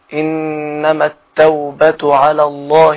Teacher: إنما لازم الغنة في النون لأنها مشددة. تأخذ زمن الغنة.